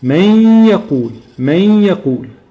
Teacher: هنجيب غنة مقدارها حركتين بعد كده نخرج حرف الياء · Term: الادغام